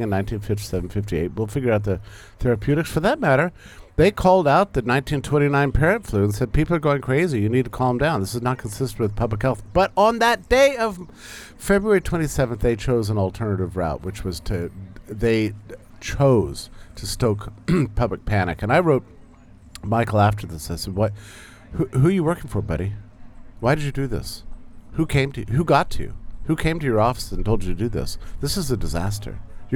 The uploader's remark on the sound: At the 2023 Porcupine Freedom Festival in New Hampshire.